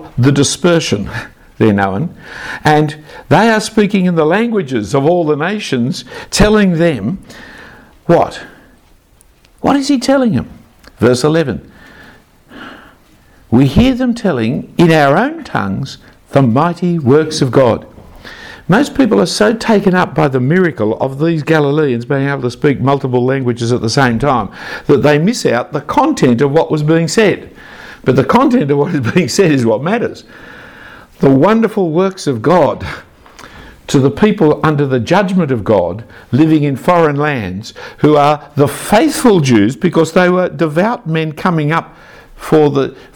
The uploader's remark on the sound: A talk preached at Christ Church Durham.